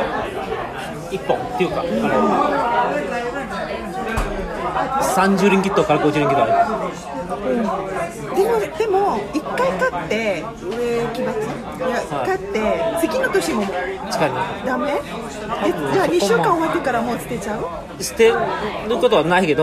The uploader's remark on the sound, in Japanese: 収録はマレーアジアンクイジーン渋谷店にて行いました。